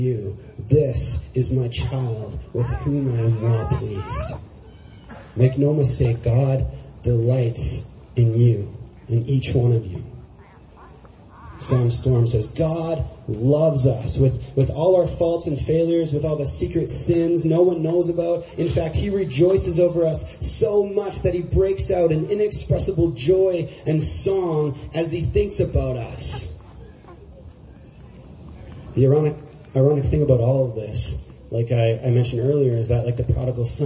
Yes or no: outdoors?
yes